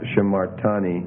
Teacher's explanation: you're getting a reduction again in the first syllable because of the accent shift. The accent's going down one syllable, so it's shimartani.